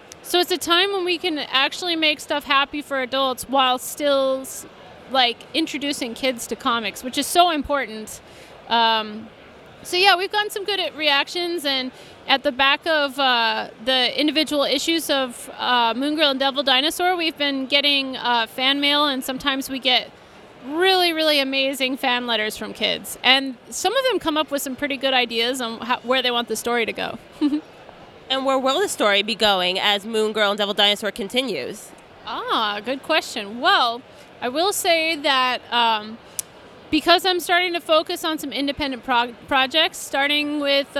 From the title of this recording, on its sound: Interview at Five Points Festival 2017